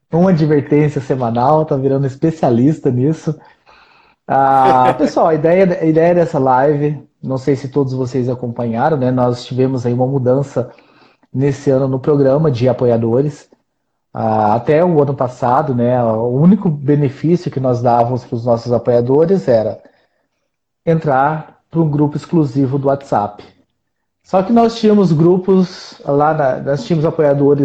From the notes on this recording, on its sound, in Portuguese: O conteúdo deste programa foi extraído de uma Live no Instagram